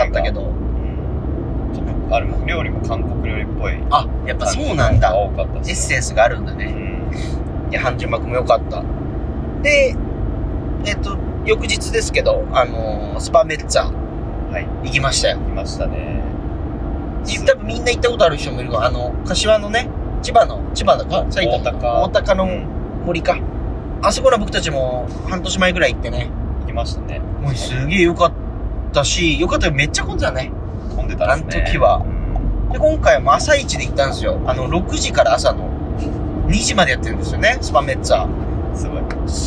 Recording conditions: inside a vehicle